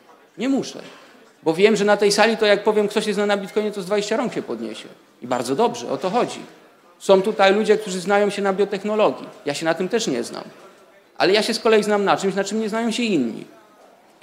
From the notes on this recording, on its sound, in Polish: Prezentujemy nagrania prelekcji z tegorocznego Weekendu Kapitalizmu, który w dniach 8-10 października w Warszawie zgromadził ponad 300 sympatyków radykalnej wolności - w tym przedsiębiorców, polityków, dziennikarzy, studentów, artystów i aktywistów.